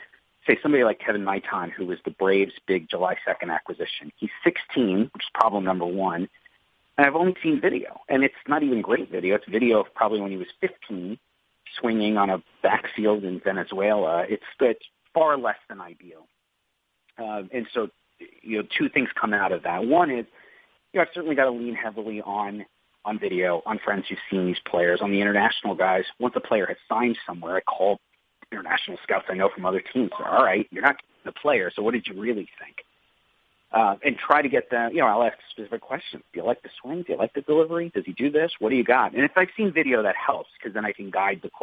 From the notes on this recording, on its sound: in an ESPN media conference call